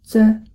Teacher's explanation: は二つの子音がつながって一つに聞こえているだけですよ。まず、つです。日本語のつの子音と同じです。この音は、つという破裂音の子音の直後に、すという摩擦音の子音が来ることによって構成される音です。との破裂音で、舌の先が上顎から離れると同時に、すの摩擦音が出ています。